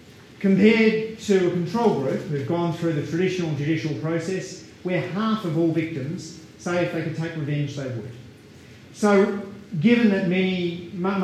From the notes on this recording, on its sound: This talk was delivered at the launch of the Association for Inter-disciplinary Meta-research and Open Science on 7 November 2019 at the University of Melbourne